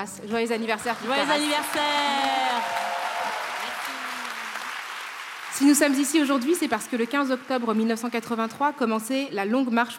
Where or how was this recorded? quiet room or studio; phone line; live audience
live audience